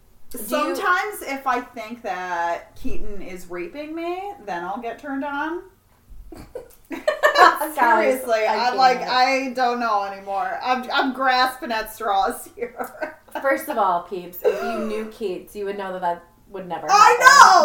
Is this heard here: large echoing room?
no